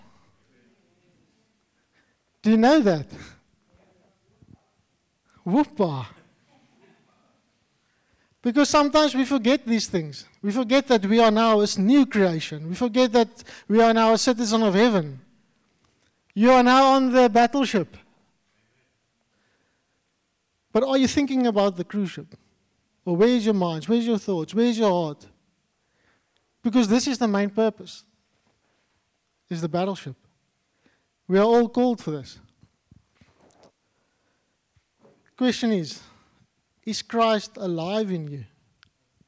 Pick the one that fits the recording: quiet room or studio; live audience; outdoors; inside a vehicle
live audience